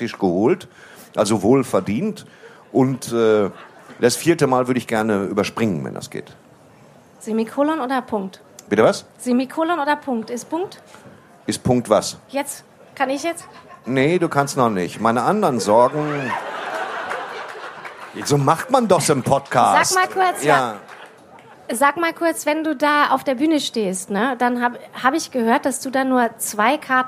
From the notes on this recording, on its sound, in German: Live vom ZFR. Beim diesjährigen Zeltfestival Ruhr am Kemnader See.